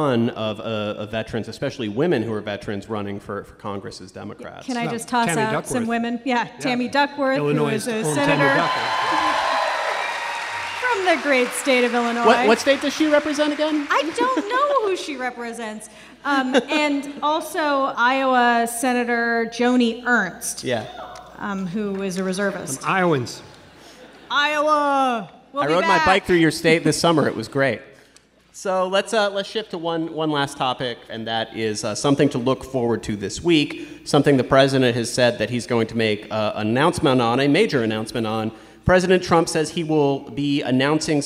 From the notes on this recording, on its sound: NPR Politics Live From Chicago. This is a special episode, recorded in front of a live audience at the Athenaeum Theatre in Chicago.